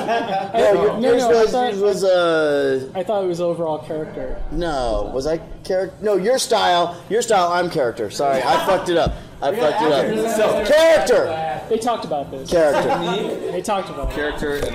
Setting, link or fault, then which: setting, busy venue